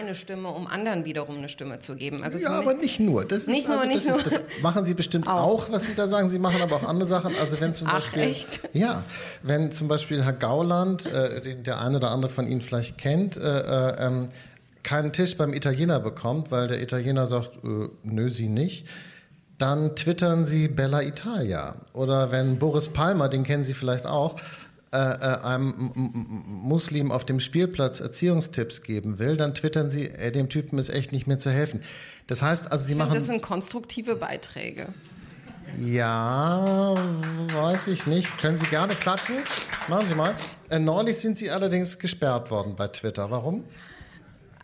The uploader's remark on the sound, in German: Das Gespräch wurde im Rahmen des radioeins und Freitag Salon am 20. Mai 2019 in der Berliner Volksbühne aufgezeichnet.